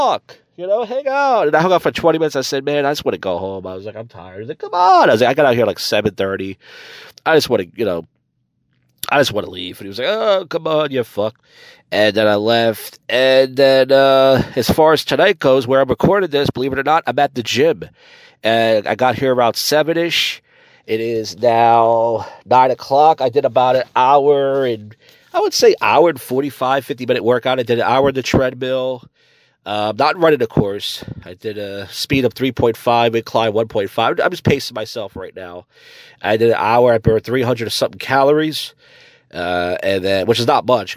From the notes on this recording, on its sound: recorded outside of a gym on a Saturday night